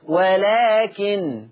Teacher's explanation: فورش يقرأ بتخفيف النون